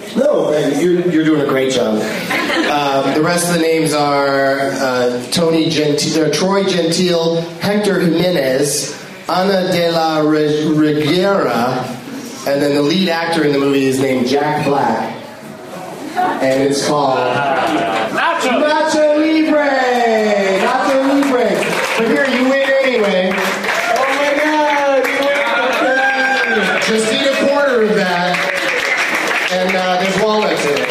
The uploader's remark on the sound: Audience members at the American Comedy Co. In San Diego, CA.